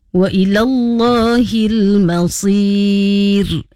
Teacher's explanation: Ra pada hujung hukum mad arid lisukun masir. Hendaklah dibaca dengan nipis.